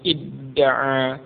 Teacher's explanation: Asalnya idda'a. Kemudian ta'nya berubah menjadi dal, menjadi idda'a. Ya, penulisannya dijadikan satu dengan tasydid.